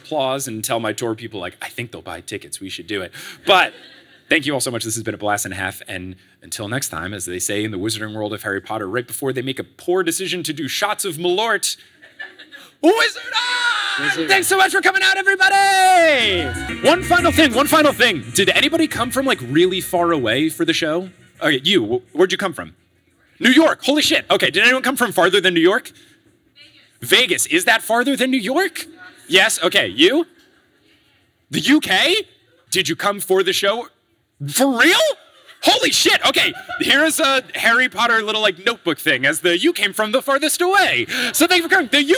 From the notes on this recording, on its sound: LIVE in Chicago! Live from Chicago on 6/19/22.